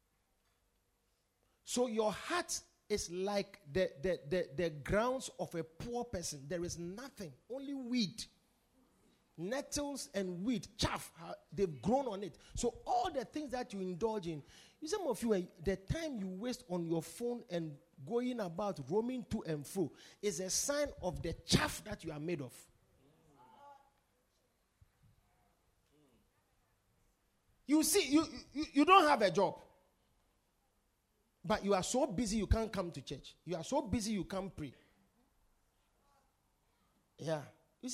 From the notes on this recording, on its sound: Preached at the Supernatural Encounter Service - The Poimen Church- HQ